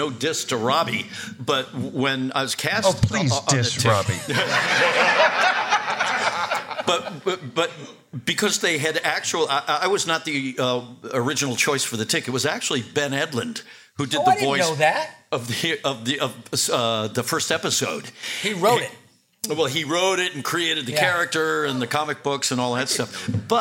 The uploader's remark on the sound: Panel from #RI #ComicCon this year, filmed on November 5th, 2023. This is our #TeenageMutantNinjaTurtles panel from #RI #ComicCon this year.